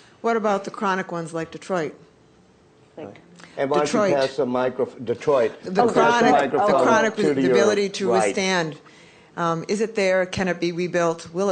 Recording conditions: live audience